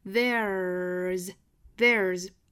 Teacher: 美式里面的这个 r 都要卷舌